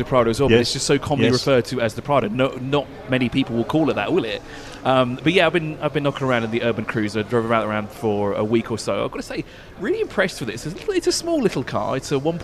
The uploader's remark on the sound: Broadcasts live from the freshly inaugurated Exeed showroom in Dubai, where Motor Mania fans gather eagerly for a hands-on experience with the carmaker's latest SUVs.